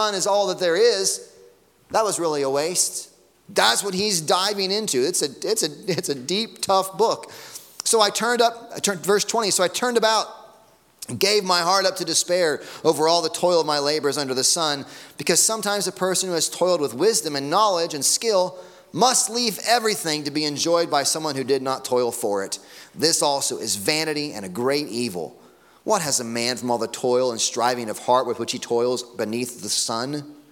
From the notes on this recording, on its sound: Sunday morning sermon audio.